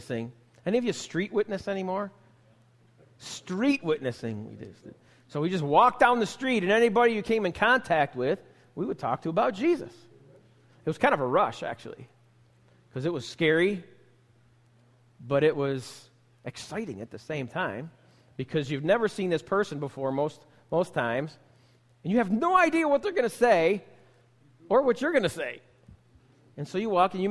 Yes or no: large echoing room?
yes